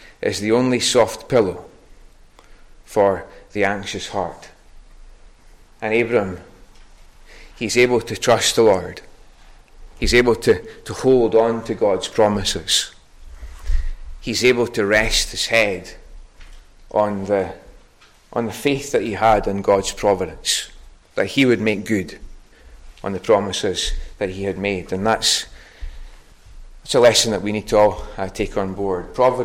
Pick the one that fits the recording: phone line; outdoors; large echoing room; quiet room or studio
large echoing room